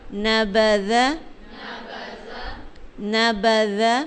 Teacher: ز کی آواز نہیں آئے گی، زال کی